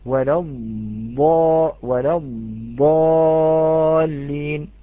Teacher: منع صفة الرخاوة وجعل الصوت صوت منحبس في نهايته